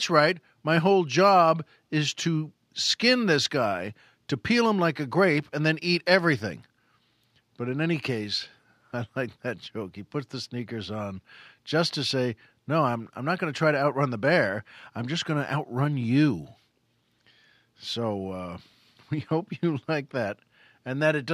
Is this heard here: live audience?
no